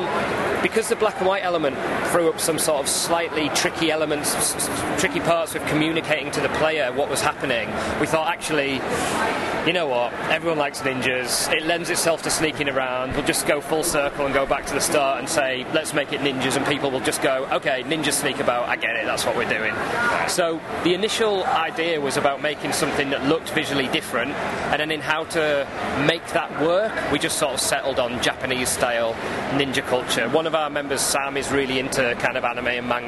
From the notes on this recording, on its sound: EGX 2016 Minicast. Please note the audio quality is not up to our usual standard due to being recorded live at the Event. EGX in the UK.